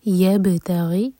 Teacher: ومن یبتغی غنہ کے ساتھ تو میک شیور کہ ناک میں آواز جائے اور دو سیکنڈس کا ٹائم دیں. یبتغی با پر قلقلہ سکون کے بعد تا پر زور دیں گے